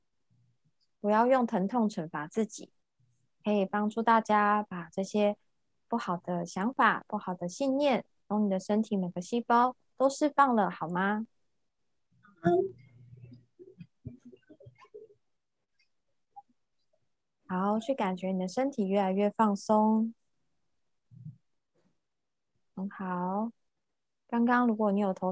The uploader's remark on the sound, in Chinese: 聊聊好心芹ZOOM線上公益講座。